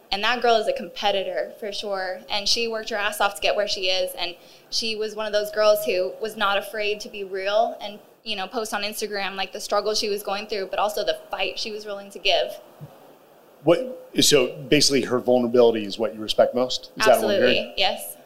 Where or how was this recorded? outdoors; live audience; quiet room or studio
live audience